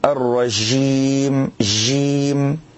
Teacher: كمن لا يفصحون عن صفة الشدة في الجيم فيشربونها صوت الشين ويقولون الرجيم جيم.